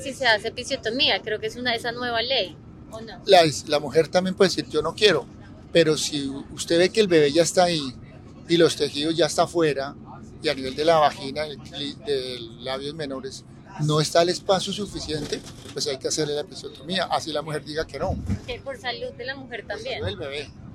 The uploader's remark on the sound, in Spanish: Este episodio fue grabado en un bus en Bali, Indonesia mientras se transportaban a un templo para meditar.